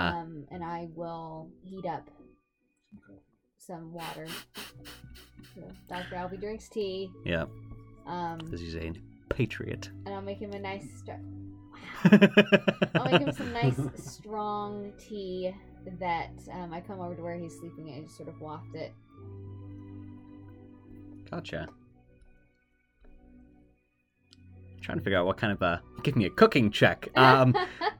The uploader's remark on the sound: I accidentally used the computer mic instead of the desk mic. Sorry about the uneven vocals!